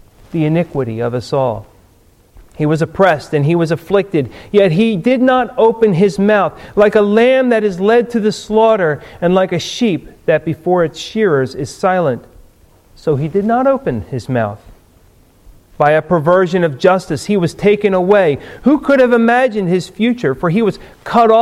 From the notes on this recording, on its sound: Recorded at Ebenezer UMC on March 1, 2015